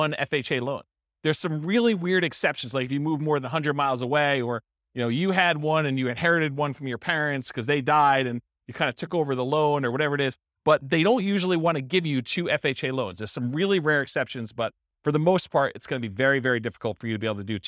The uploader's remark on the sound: This was a live class recorded